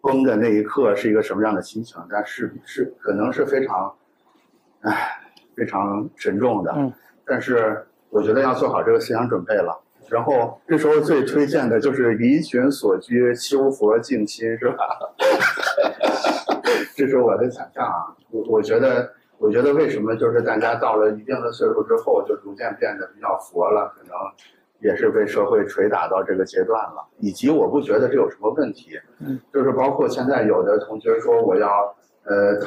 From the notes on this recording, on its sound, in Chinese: 在「字体帮」分享活动现场进行的对谈分享